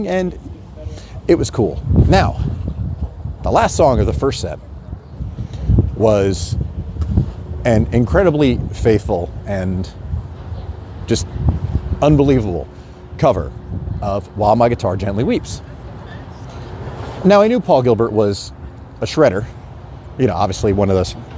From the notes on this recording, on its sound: Speaks directly into his phone while walking the streets of New York City, where it all happened.